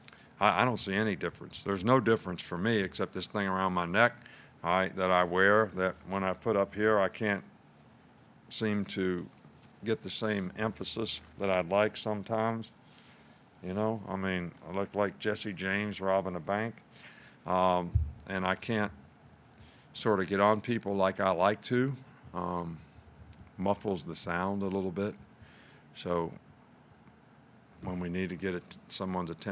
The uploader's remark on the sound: Press Conference from Monday August 24